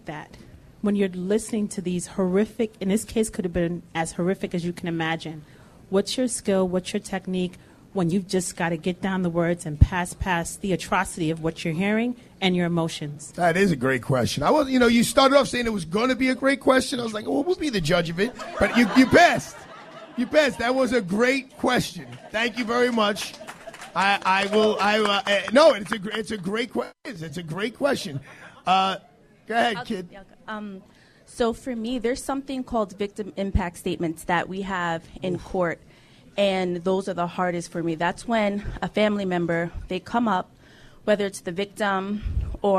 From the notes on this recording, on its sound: LIVE From Plaza College